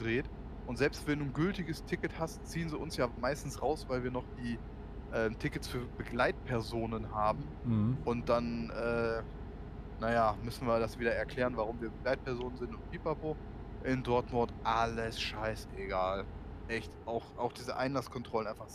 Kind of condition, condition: fault, background noise